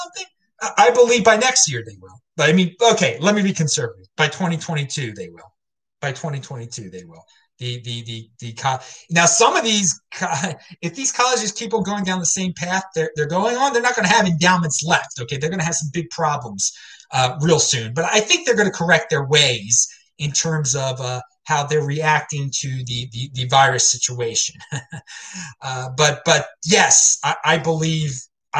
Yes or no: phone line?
no